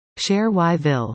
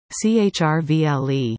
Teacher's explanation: Two syllables and pretty much leave the vowels out · Shown in: second take